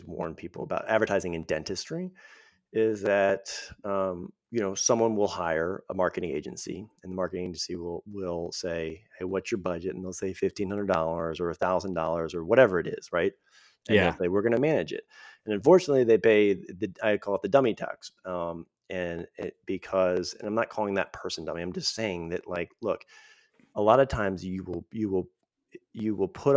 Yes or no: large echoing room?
no